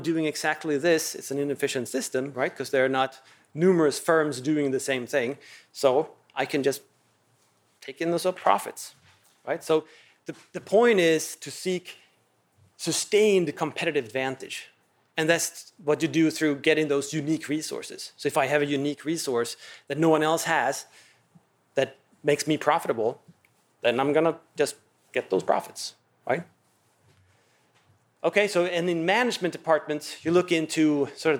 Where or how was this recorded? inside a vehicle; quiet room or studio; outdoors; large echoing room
large echoing room